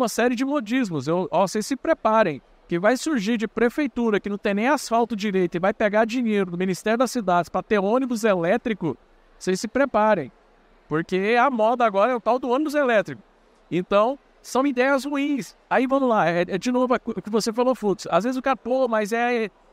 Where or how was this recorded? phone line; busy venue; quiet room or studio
busy venue